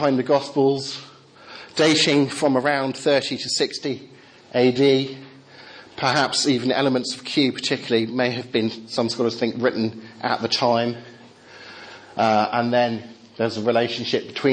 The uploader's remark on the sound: Talk with Q&A from Highfield Church Southampton's 'Reasonable Faith?' course.